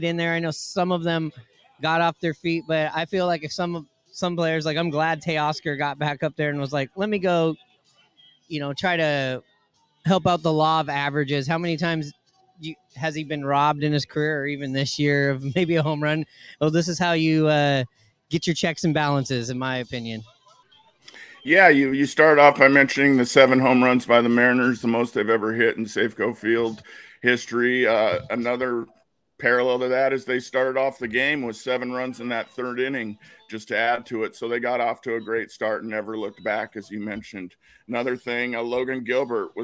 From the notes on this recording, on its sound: Live from Pioneer Tacos & Tequila!